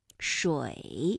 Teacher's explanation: 它的韵母是由呜，发音的状态快速转换到一 · Term: 复韵母